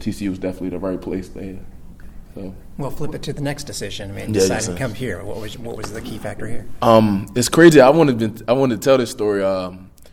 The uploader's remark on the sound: Note this is raw audio with several other members of the media